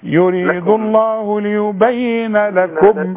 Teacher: الميم اللي عليها السكون لا تغني